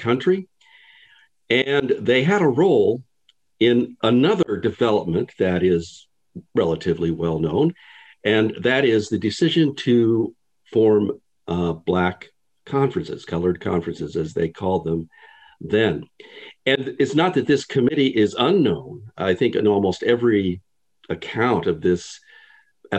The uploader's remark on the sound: This interview was conducted over Zoom, and so the audio (and video) quality is...